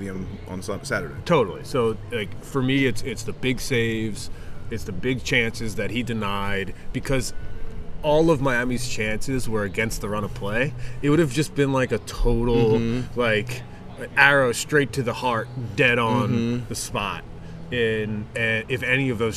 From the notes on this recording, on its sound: they record on the patio at Triple C Brewing Company